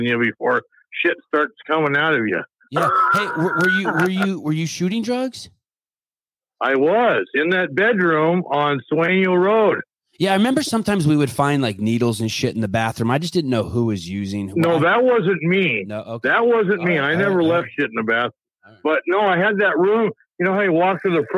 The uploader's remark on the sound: Live Call In Show